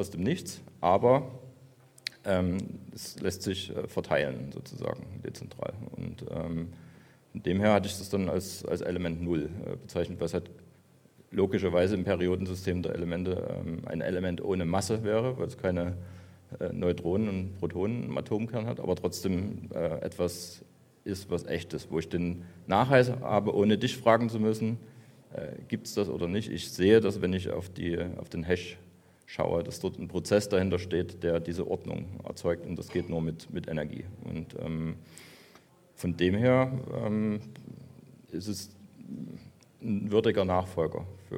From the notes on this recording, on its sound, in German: WBB LIVE aus München. Live vom Bitcoin Block in München.